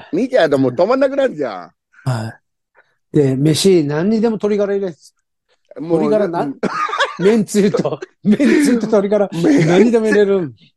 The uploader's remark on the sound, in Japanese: ZOOMで収録